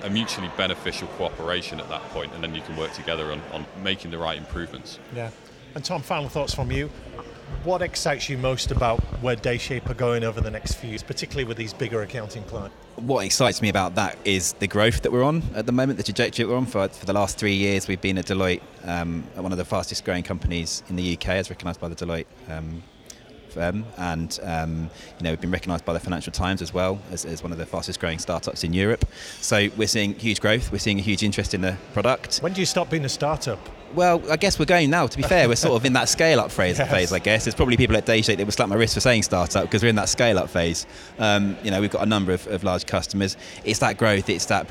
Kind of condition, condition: setting, busy venue